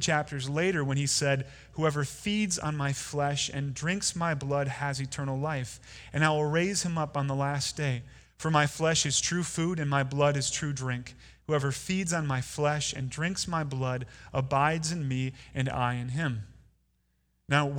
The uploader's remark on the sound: Delivered Sunday, January 12, 2019 at Woodridge Community Church (New Berlin, WI).